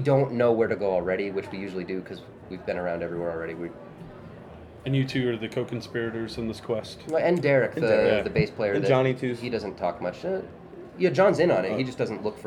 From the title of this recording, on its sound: at Ska Brewing 20th Anniversary